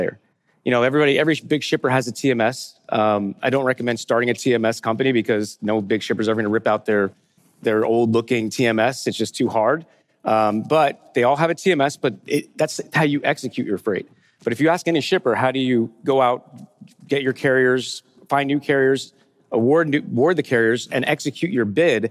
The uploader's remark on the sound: Fireside Chat: Emerge - Future of Supply Chain. The first fireside chat on the main stage of the Future of Supply Chain Conference in Northwest Arkansas.